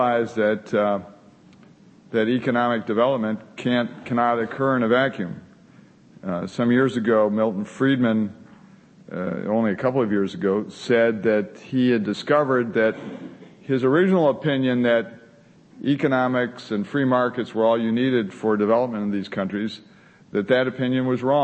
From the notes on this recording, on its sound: The Federalist Society presented this panel at Part 1 of the 2007 U.